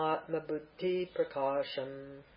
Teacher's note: You hear there's a slight pause, and you have a double duh, an unaspirated duh, then with an aspirate duh